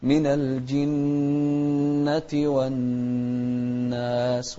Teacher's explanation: النون المشددة هنا إذا جاءتنا في القرآن بأكمله نغنها بمقدار حركتين